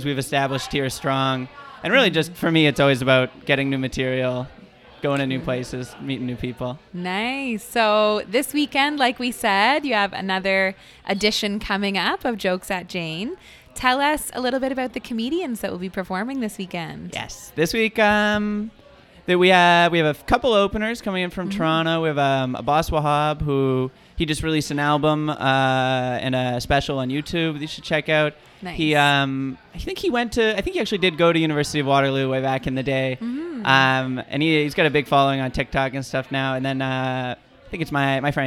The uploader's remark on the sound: recorded live this week at Jane Bond in Uptown Waterloo